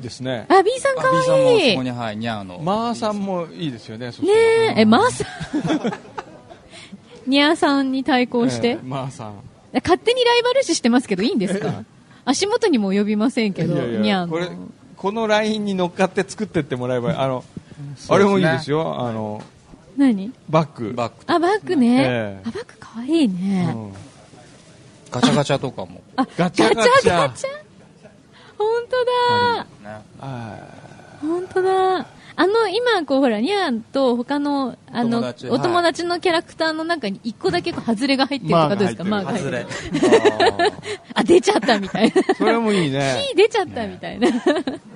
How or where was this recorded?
busy venue